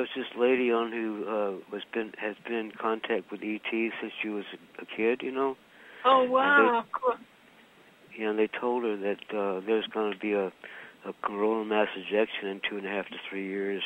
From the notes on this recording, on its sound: Conference Call LIVE